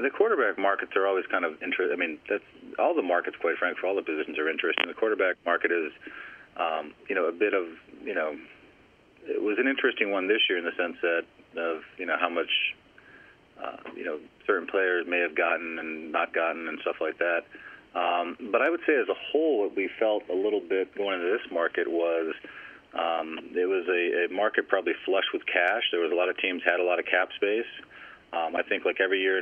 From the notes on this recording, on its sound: Jets GM Addressed Reporters During a Friday Conference Call